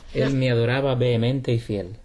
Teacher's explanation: the H doesn't get pronounced at all